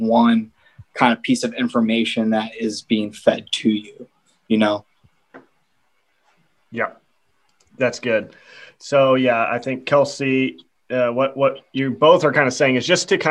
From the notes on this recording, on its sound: This is a clip from our 5 hour live Zoom conversation.